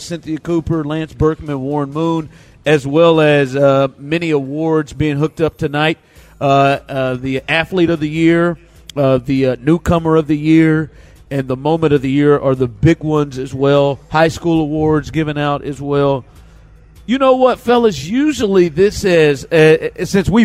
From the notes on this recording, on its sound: THE DRIVE is LIVE from the Red Carpet!